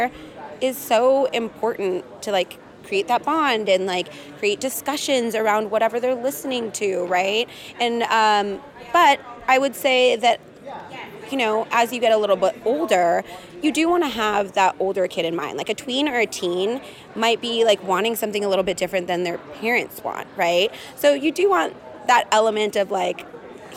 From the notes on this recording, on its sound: Live from Podcast Movement in Las Vegas.